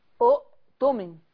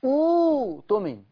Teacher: ملاحظ ان الهمزه الثانيه اللي كانت على واو دي ما بقتش موجوده، تحولت إلى واو. · Shown in: second take · الهمزة الساكنة اللي على الواو دي اتشالت، أبدلت بواو، لذلك قرأنا أوتومن.